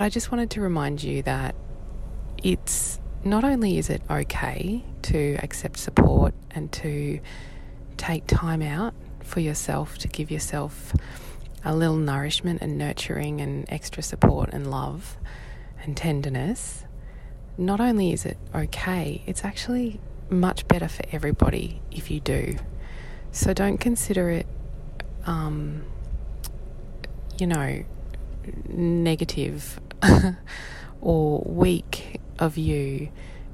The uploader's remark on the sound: I must warn you that today’s episode (once again brought to you from my car - a theme is emerging) is not the best audio quality… I was, after all, recording this for you while my little one slept in the back seat!